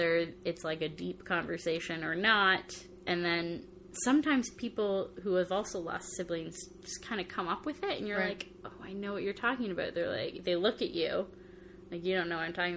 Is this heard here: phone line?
no